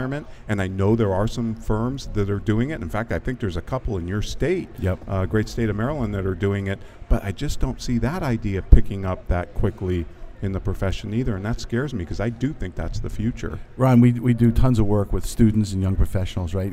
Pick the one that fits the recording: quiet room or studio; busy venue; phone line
busy venue